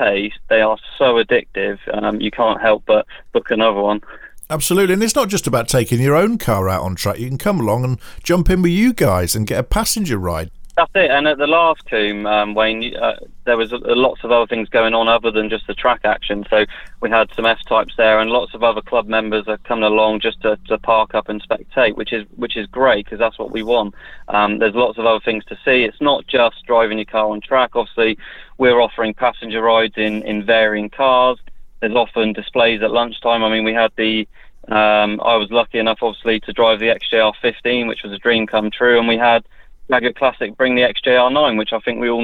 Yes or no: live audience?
no